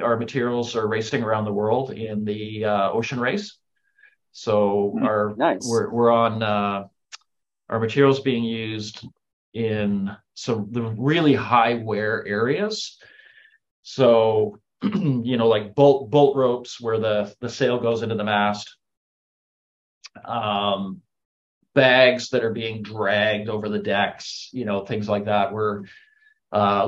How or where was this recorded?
video call